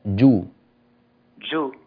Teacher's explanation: الجيم حرف شديد ينحبس به الصوت